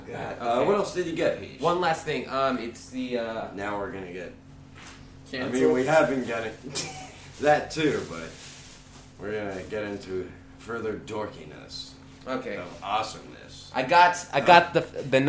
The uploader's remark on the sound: This is actually the first episode where we are all together!! If the mic doesnt sound the best we do apologize.